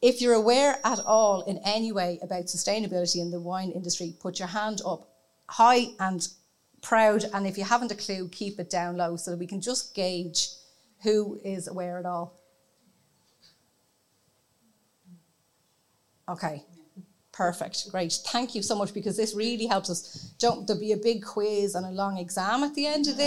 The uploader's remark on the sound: Celebrate our official launch event with a live recording. In the company of one hundred of our lovely listeners. Followed by an entertaining Q&A with questions from our listeners.